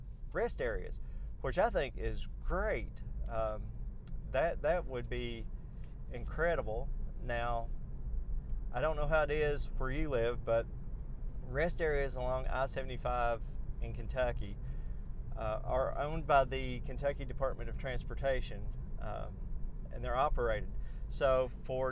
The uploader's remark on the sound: all while driving to the car wash